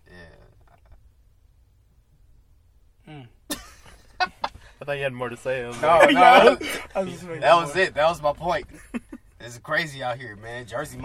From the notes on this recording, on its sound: jumps in the car to talk